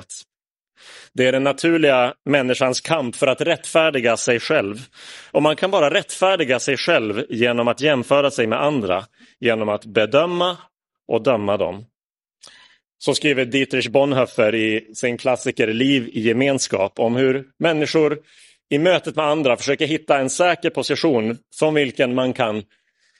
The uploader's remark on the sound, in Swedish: Inspelad i Roseniuskyrkan den 10 juli 2022.